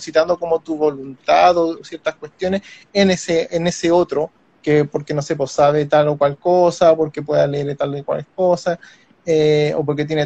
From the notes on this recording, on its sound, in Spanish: una conversación sostenida en Instagram Live